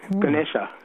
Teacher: Even the first A is almost a schwa